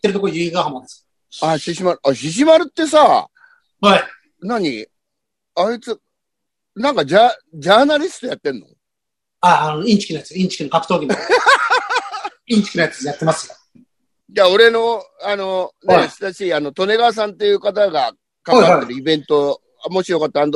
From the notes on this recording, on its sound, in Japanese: ZOOMで収録